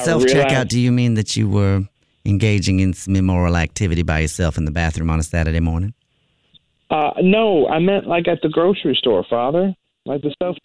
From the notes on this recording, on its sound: an over the phone confessional